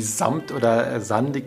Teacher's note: Man merkt so ein Zzz, es muss so ein stimmhaftes S mit dabei sein, also ein Zzz, wie samt oder sandig. Diese Klangbegriffe haben bewusst was mit einem stimmhaften S am Anfang